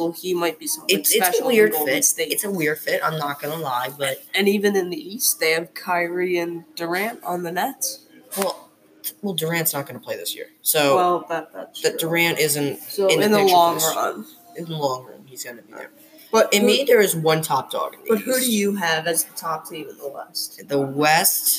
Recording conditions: background noise